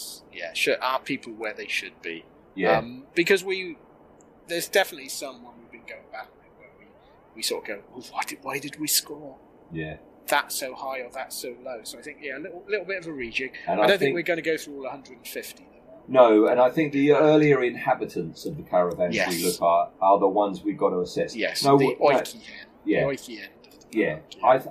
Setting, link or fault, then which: fault, poor sound quality